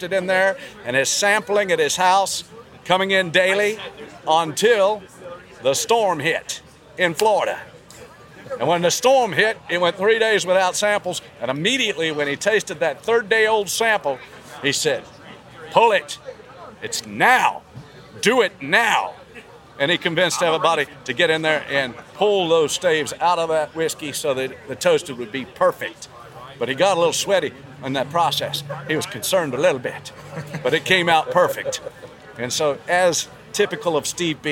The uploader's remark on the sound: Kentucky Bourbon Festival Recap, we jaunt our way through the festivities to hunt down some exclusive bottles, speak with more amazing distillers, and hear some mighty fine piping.